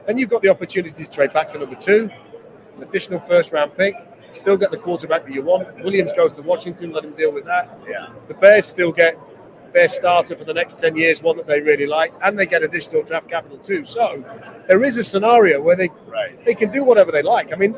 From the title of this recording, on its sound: Live From Super Bowl LVIII